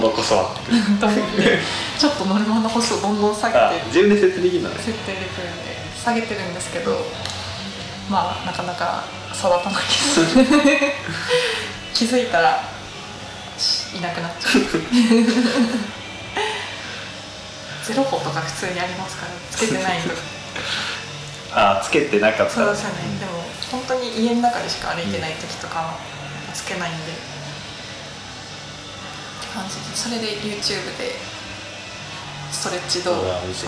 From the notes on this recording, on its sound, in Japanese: 今回もカラオケボックスでの録音のため音質的に聞き苦しい点が多々ございます